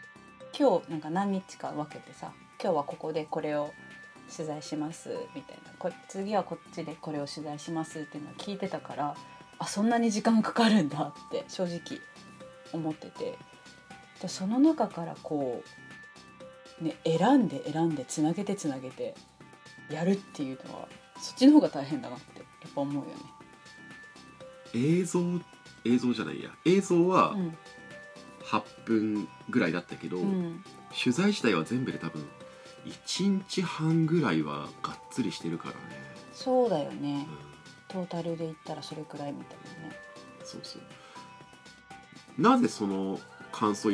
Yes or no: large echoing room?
no